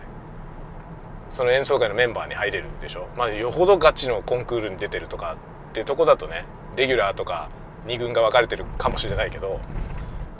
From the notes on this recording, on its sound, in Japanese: 朝のドライブ雑談。久しぶりに車運転しながらしゃべりました。使用マイク：audio-technica AT-9901。Stand.fm。